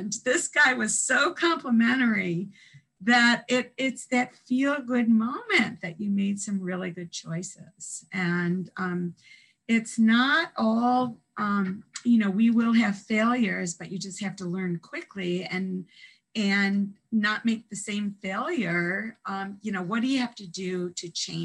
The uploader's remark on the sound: This interview was conducted. Over Zoom.